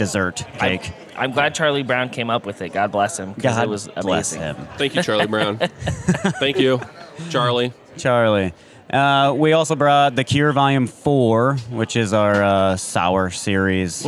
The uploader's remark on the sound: Live from BrrrFest!!